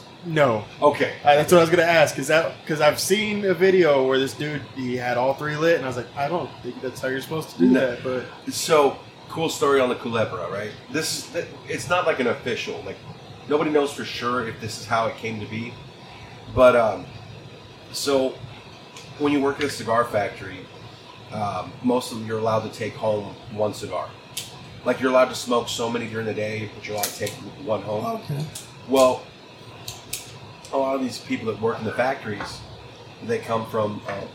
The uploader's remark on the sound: ZAZ Studios goes remote as we record this week’s episode inside a train car at The Train Car, in Big Spring Texas.